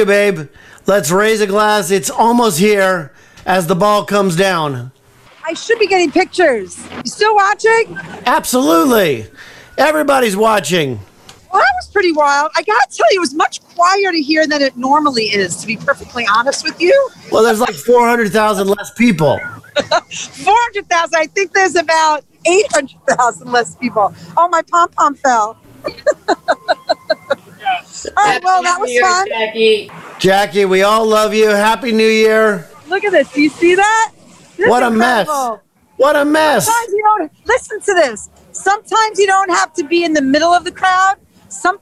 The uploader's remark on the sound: LIVE from TIMES SQUARE, NEW YEARS EVE